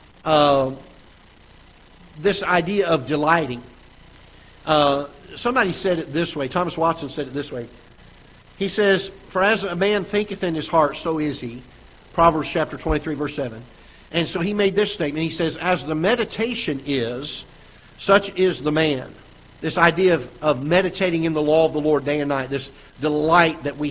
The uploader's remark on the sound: Ketha Heights Baptist Church ~ Live Broadcast